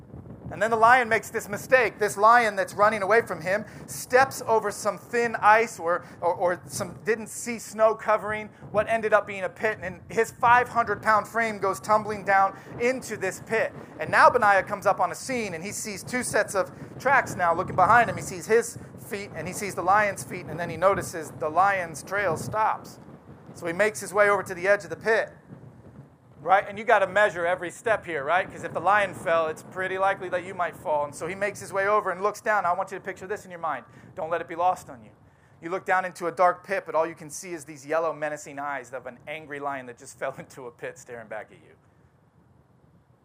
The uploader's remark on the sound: Audio sermon from our outdoor service